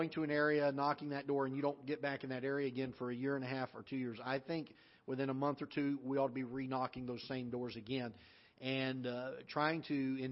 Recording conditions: large echoing room